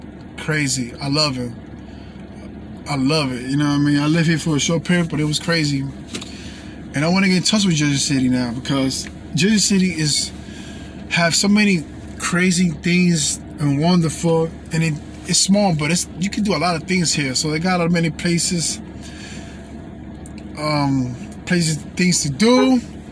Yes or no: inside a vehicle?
yes